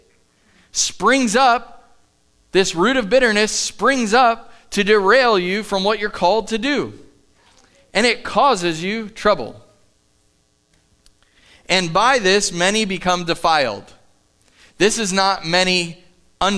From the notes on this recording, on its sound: Live from The Summit Church in Dover, OH